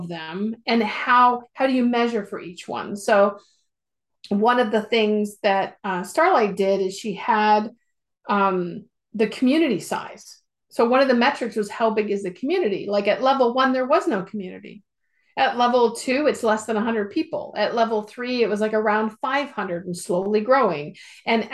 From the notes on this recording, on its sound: Recording of our Zoom call from Sep 16, 2022.